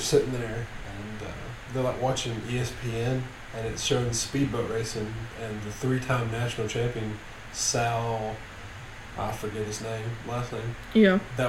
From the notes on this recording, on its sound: I know we've had issues with the audio in the past, and even after trying to resolve them, they continue.